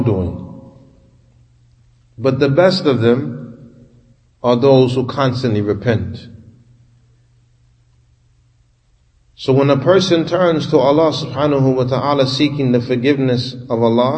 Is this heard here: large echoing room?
yes